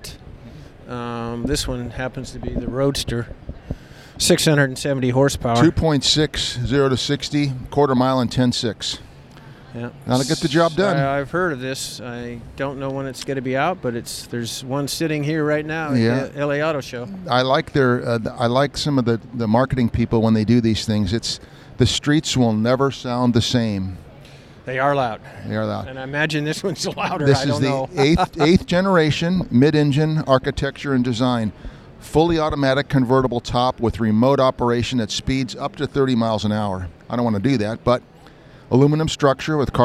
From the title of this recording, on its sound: Live from the LA Auto Show